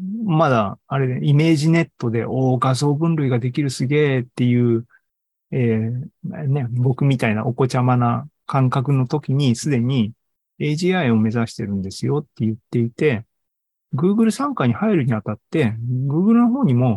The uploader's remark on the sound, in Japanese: ２０２３年６月２４日に開催した ZOOMライブの模様です。